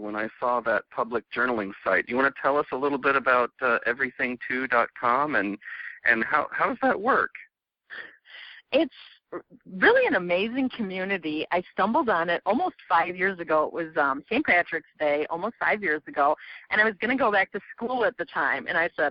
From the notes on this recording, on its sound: I conduct a telephone interview